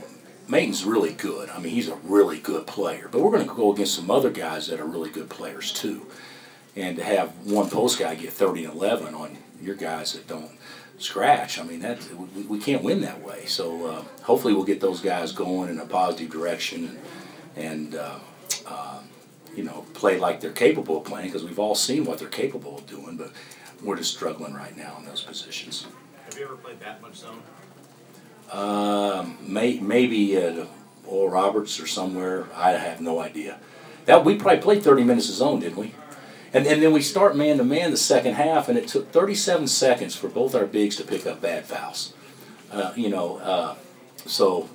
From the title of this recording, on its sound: Press Conferences & Post-Game Interviews